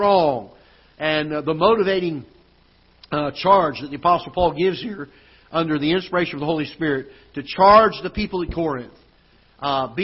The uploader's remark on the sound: Ketha Heights Baptist Church ~ Live Broadcast.